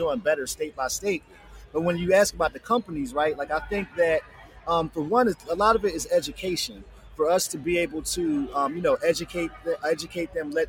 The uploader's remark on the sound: Another episode live from Black Cannacon.